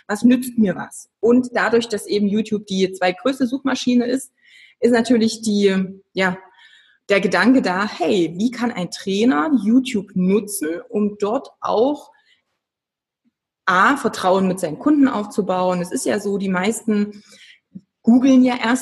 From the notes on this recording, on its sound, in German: Im Live-Webinar. Richtmikro fürs iPhone.